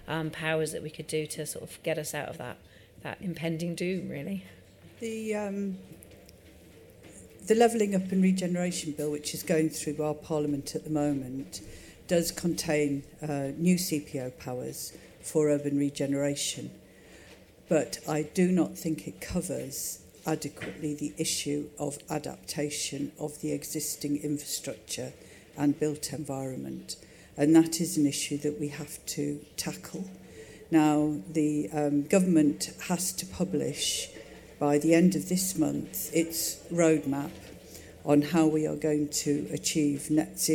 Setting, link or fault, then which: setting, busy venue